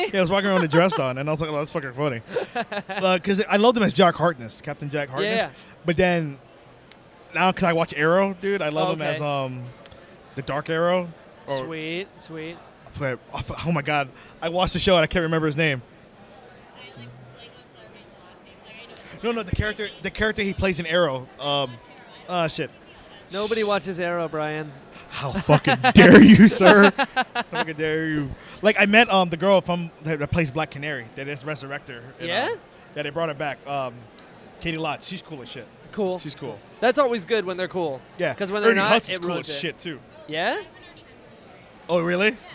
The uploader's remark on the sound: This week's episode was recorded at Animate!